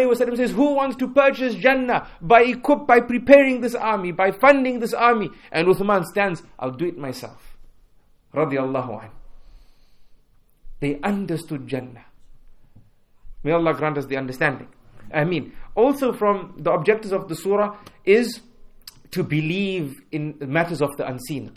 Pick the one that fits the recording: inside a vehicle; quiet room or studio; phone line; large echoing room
large echoing room